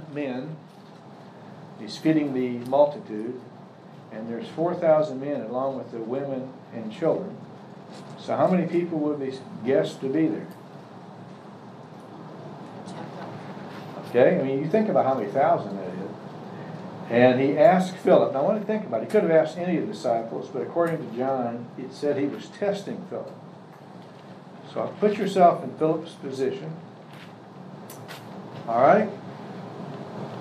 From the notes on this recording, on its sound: Services have resumed with Social Distancing in place, so we have returned to live recordings.